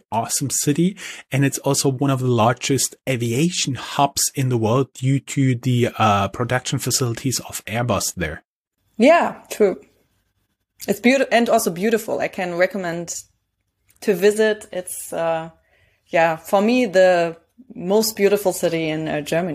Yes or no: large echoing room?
no